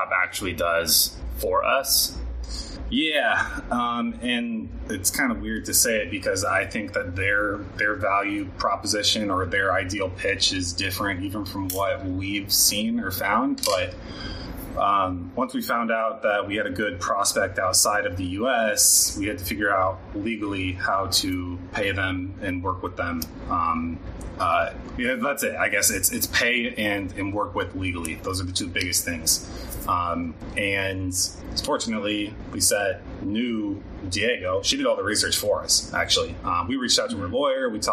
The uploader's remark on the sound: In this episode, we host our first-ever recording in person while on our trip to Colombia! With that in mind, we did want to let you know the audio quality isn't great.